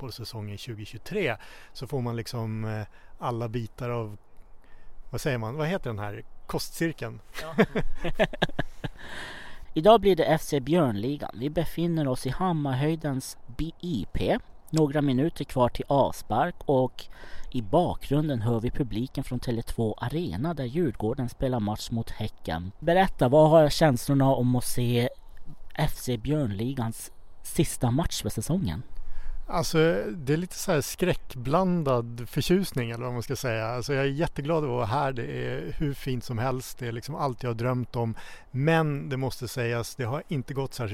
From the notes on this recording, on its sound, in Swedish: Så då tänkte vi ”jamen då drar vi, vi blir en mobil inspelningspodd”. Vi ska ta med oss inspelningsutrustningen ut på fotbollsplanen och intervjua dig och spelarna.